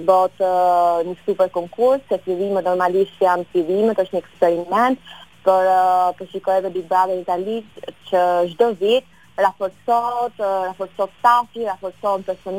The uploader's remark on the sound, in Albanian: E ftuar nëpërmjet një lidhje telefonike për “Live From Tirana”.